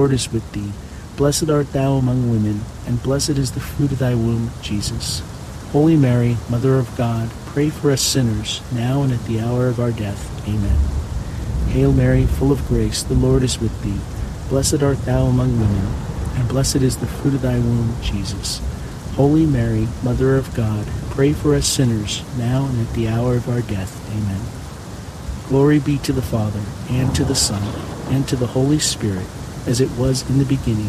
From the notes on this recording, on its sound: HEAVY RAIN. The natural ambient sounds of heavy pouring rain with crackling thunder and lightning will fill your senses with calm and wash away distractions alongside this Thursday rosary.